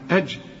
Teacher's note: هنا بدل ما تقول أجري قول أجر، الراء هي المفخمة